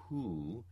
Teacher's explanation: So if I say, if I write in IPA H with the oo vowel following, the H is essentially voiceless oo